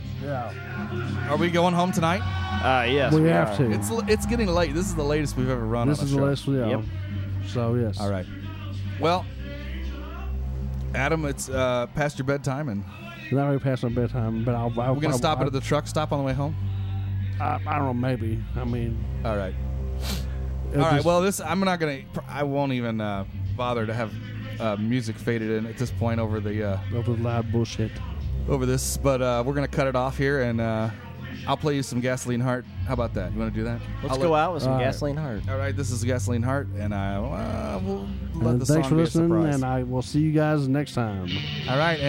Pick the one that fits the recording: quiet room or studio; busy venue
busy venue